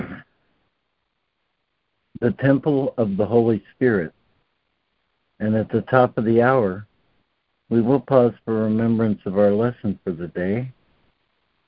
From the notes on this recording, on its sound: ACIM Daily Conference Call